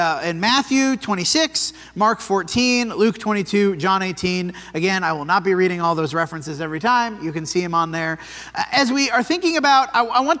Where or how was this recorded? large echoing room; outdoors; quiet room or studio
large echoing room